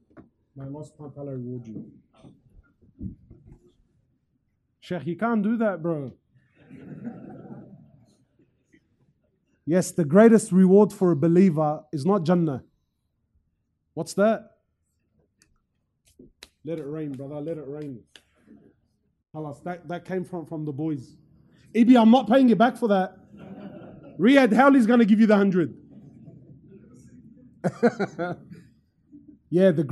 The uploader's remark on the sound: Special Event From Masjid Al-Azhar, Belmore